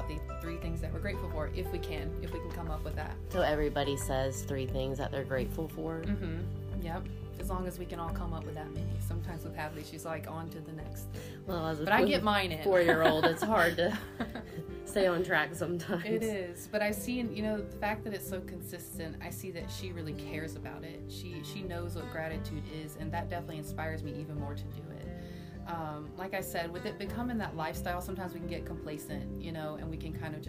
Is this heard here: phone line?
no